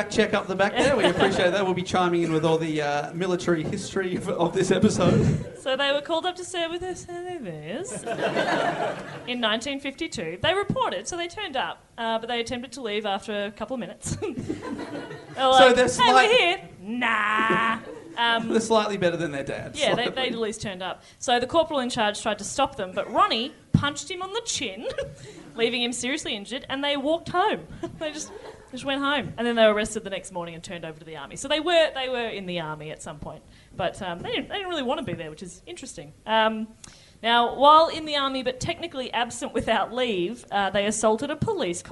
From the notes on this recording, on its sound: Our first ever LIVE EPISODE! Recorded at the Imperial Hotel as part of the Melbourne International Comedy Festival.